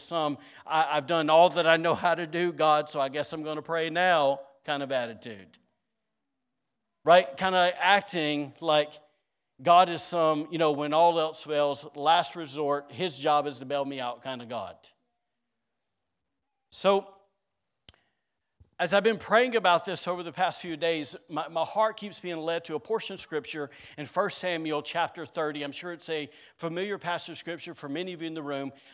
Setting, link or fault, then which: setting, large echoing room